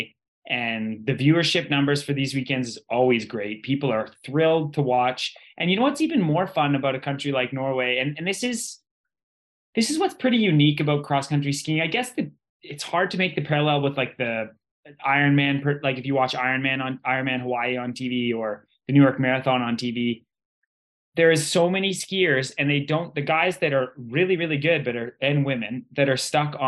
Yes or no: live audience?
no